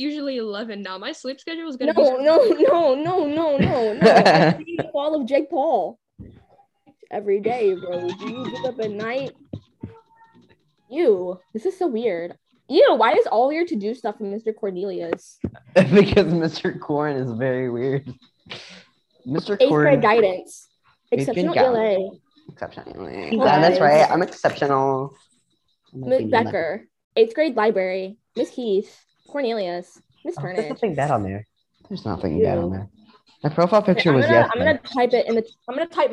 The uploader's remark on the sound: Warning, this is a very chaotic and loud episode. Me and my friends decided to record a zoom meeting and post it.